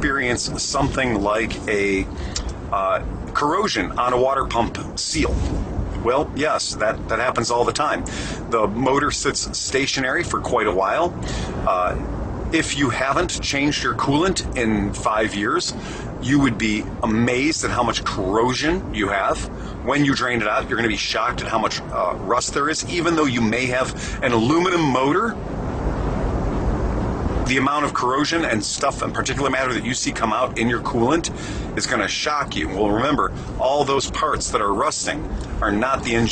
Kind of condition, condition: setting, inside a vehicle